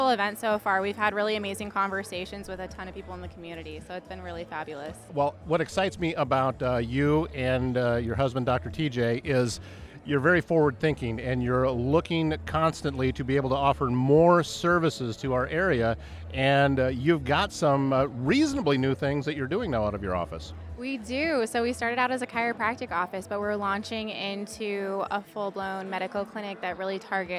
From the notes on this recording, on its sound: This episode was recorded on location at the Chamber's Annual Meeting and Small Business Showcase.